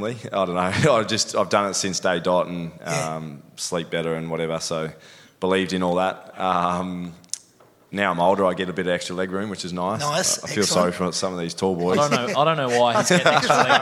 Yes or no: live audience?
yes